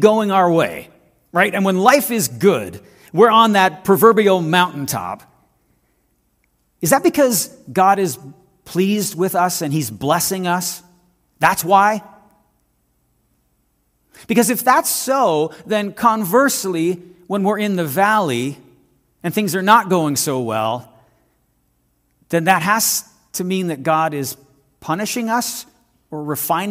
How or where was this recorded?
large echoing room